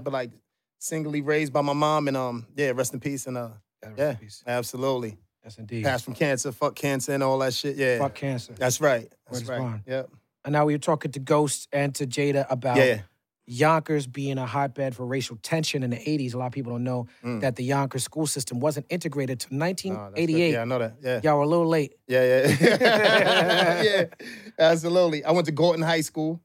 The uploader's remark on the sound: filmed live at the Blue Note Jazz Club in NYC